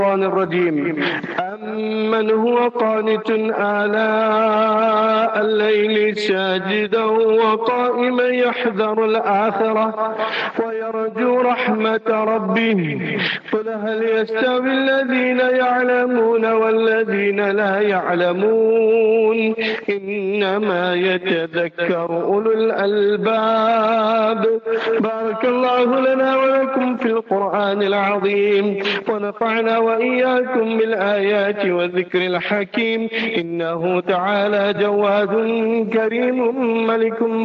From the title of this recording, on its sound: Jumah Lecture at Rainbow Masjid